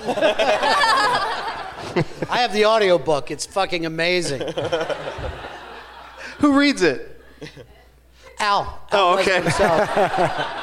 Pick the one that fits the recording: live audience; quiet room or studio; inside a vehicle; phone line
live audience